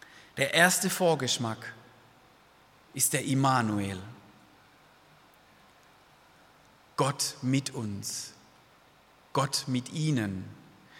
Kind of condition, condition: setting, large echoing room